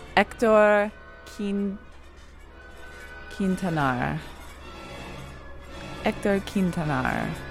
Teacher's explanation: The H is completely silent.